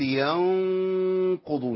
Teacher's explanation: لان الغنه تتبع ما بعدها، جه بعدها مفخم تفخم على طول · Term: غنه مفخمه